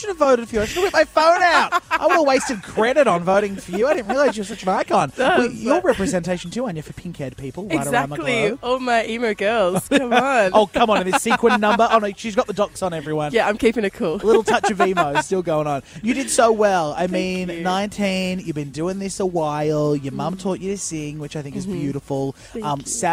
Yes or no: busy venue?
yes